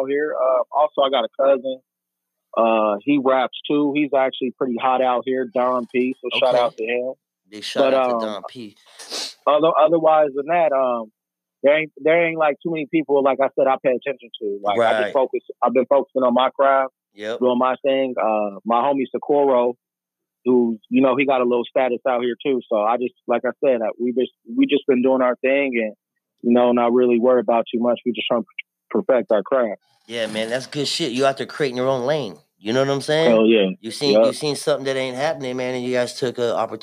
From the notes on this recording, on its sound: TAPS IN ON THE PHONE. FROM ARIZONA.